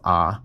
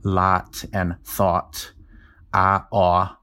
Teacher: the vowels in the words lot and thought for me are the same vowel · Shown in: first take · When I pronounce them, they're both ah. · Term: merger of lot and thought